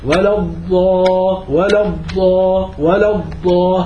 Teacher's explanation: فبيطلع الصوت زي أكنه بدأ قويا ثم بعد ذلك ضمر، بدأ قويا ثم ضمر. · Term: الاستطاله